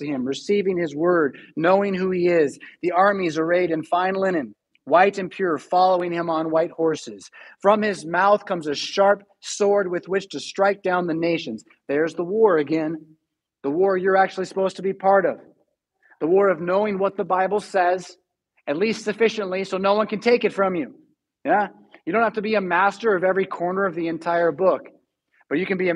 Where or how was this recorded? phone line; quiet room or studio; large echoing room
large echoing room